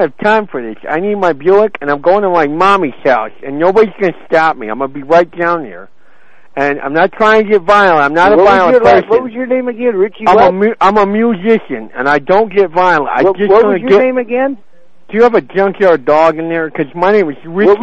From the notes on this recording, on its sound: …'s Personal Prank Phone Calls Collection.